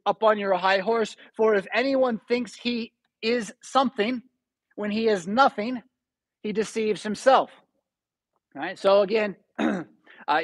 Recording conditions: large echoing room